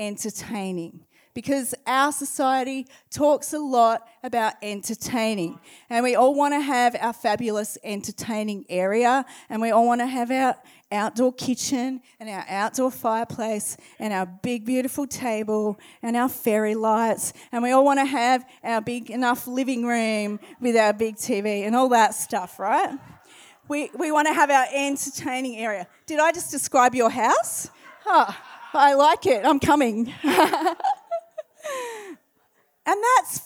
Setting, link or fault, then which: setting, large echoing room